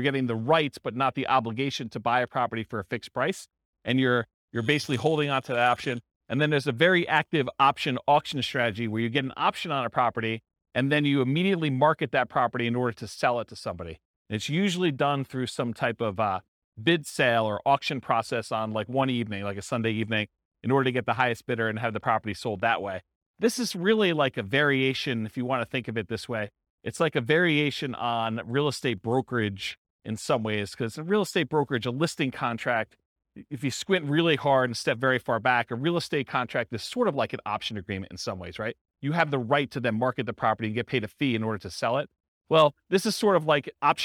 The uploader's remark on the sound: This was a live class recorded